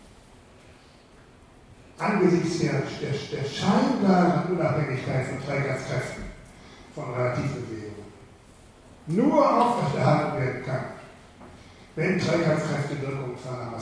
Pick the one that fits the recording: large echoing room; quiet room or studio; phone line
large echoing room